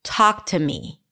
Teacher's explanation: Talk is the primary stress here.